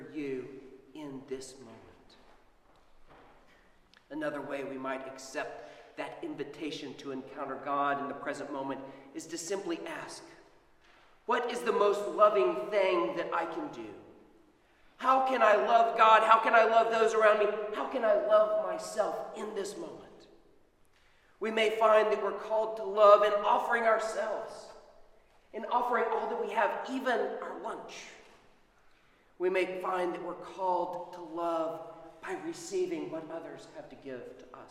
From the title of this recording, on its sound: Sermon at Holy Trinity Anglican Church